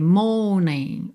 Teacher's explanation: e esse R pode ser mais ou menos enrolado, tá? Dependendo do cantor, a gente vai ter morning.